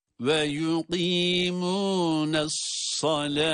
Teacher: yuvarlak ta, diğer adıyla kapalı ta olması itibariyle bunlardaki duruşlar ha harfine dönüşerek yapılır.